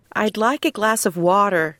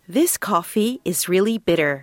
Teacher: sometimes the t sound is more like a d sound when it happens in the middle of a word.